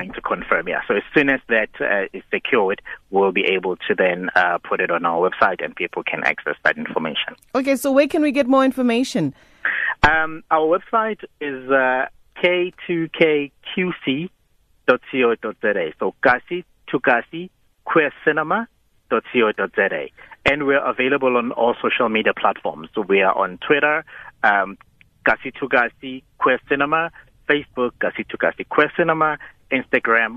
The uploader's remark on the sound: joined on the line